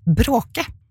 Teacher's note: Hvis jeg sier bråke, så har jeg slått bare ett slag, eller en tapp, som noen kaller det da